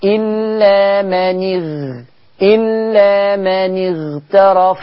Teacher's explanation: عندنا حروف الاستعلاء منها المنفتح ومنها المطبق اللي يعنيني الغين. الغين لما تأتي ساكنة وقبلها كسر أو هي نفسها مكسورة تفخيمها بينزل، بيسمى تفخيم نسبي